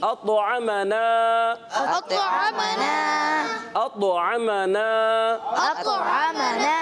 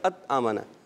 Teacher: تو ات آمنا نہیں پڑھنا، ایک تو قلقلہ بھی کرنا ہے اور طا کو موٹا رکھنا ہے · Shown in: first take